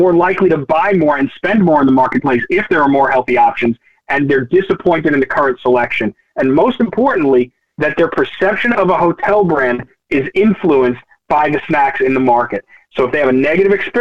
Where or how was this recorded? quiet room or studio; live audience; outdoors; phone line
phone line